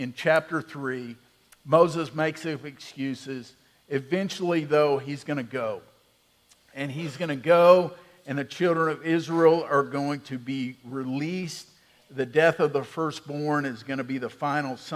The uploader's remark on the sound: Central Round Rock is a family of Christ-followers. This podcast is an audio archive of our Sunday Morning sermons.